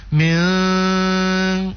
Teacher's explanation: jadi anu apa bacaan nunnya atau tanwin itu yang disamarkan. Jadi tidak kedengaran jelas bacaan n-nya, n. Tapi orang samarkan. · Term: ikhfa